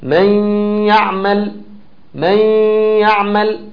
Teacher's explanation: الخيشوم هنا هيشتغل معايا لأن النون دي هتضغم في اللي بعدها · Term: الغنه